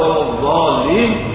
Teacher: فالضاد تخرج من حافة اللسان اليسرى مع أعلى الأضراس، وهذا الحرف حرف فيه استطالة، يعني كأنه من حافة اللسان